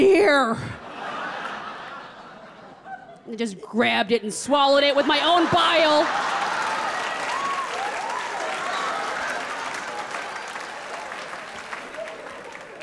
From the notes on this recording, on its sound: performs in front of a live audience